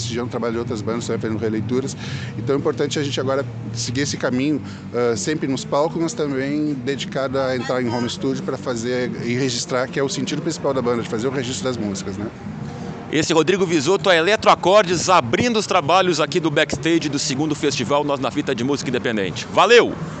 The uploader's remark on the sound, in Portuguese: mostra os bastidores do 2° Festival Nós Na Fita de Música Independente, realizado no último sábado (1) no Caos Bar, em Porto Alegre/RS